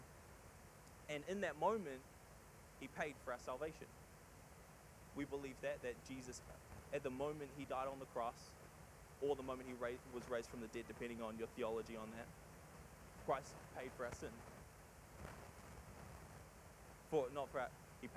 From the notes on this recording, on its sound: Sorry for the audio quality. We had trouble removing the static noise.